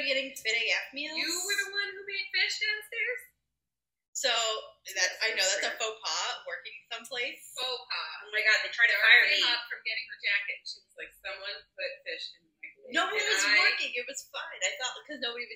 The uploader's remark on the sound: The audio on the episode isn’t great lol we tried.